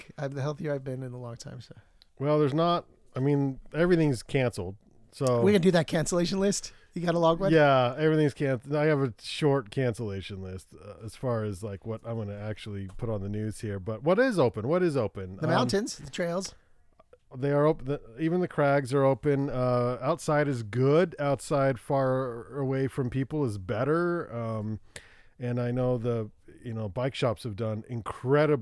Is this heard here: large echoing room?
no